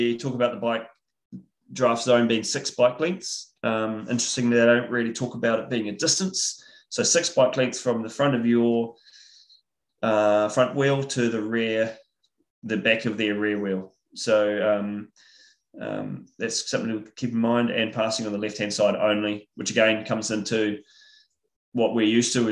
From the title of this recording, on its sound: IRONMAN World Championships Nice webinar audio